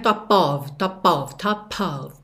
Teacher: Repara como tem um arzinho nesse P